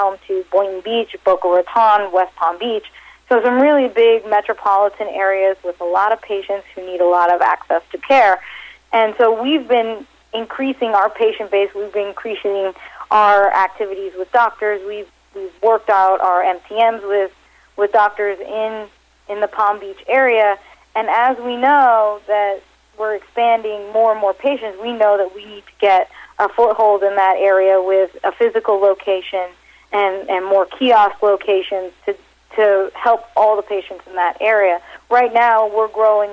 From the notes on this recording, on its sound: called in to SmallCapVoice